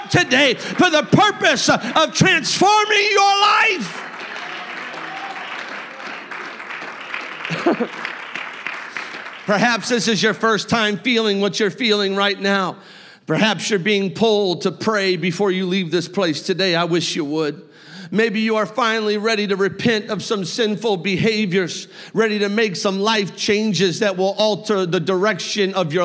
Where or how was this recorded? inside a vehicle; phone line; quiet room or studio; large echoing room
large echoing room